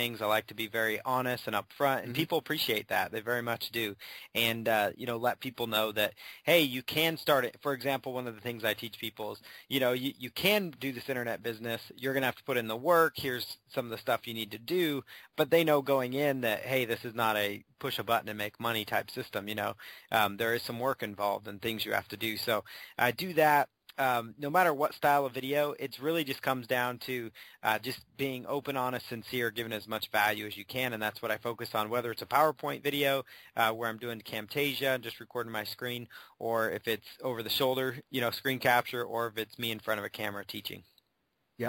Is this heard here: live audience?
no